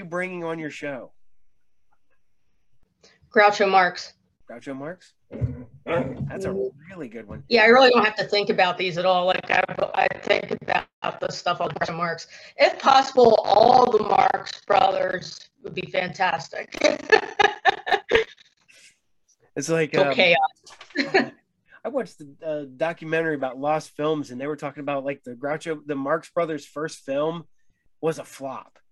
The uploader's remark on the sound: We did have some sound issues , sorry in advance .